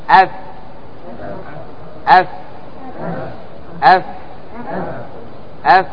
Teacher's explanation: تأتي في الشفة السفلى تقول أف، ويخرج مع هواء لأنه مهموس · Term: الفاء